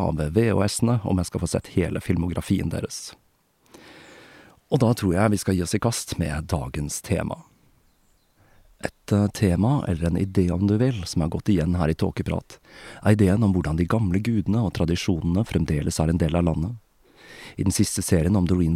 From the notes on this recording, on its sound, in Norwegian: som er tatt opp utendørs i solskinnet